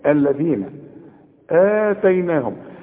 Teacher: الذين آتيناهم، ما فيش ابدا مشكلة في نطق هذه الكلمة عند الجميع لانها كلها حروف مرققة، لكن طلع لسانك في الذال